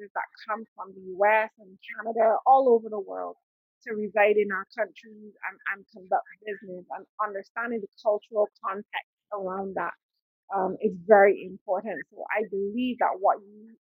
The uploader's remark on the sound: I apologise for this episode's sound quality